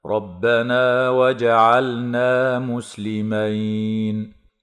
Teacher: تفخم الراء وصلا ووقفا لكونها مفتوحة، وتمد الألف بعد النون من قبيل المد الطبيعي وصلا ووقفا مع قلقلة الجيم لسكونها، وتظهر اللام لوقوعها قبل النون وتسمى بلام الفعل.